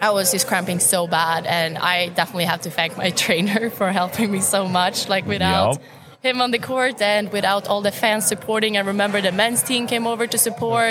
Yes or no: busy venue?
yes